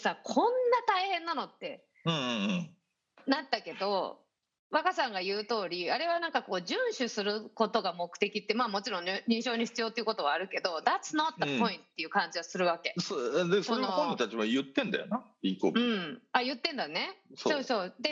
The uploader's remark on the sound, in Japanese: 本収録はビデオ会議サービス「Zoom」を使用し。一部聞き取りづらい箇所があります。